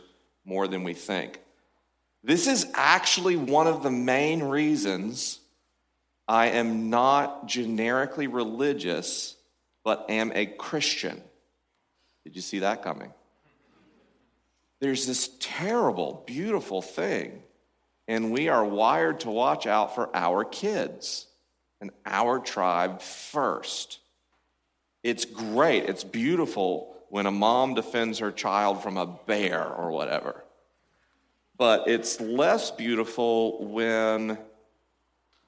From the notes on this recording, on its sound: LIVE from Cascade Church in Portland, OR. LIVE from Cascade Church in Portland, OR.